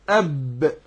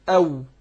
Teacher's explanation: فعندنا الباء هنا تخرج من الشفتين، الباء والميم تخرجان بانطباق الشفتين · Shown in: first take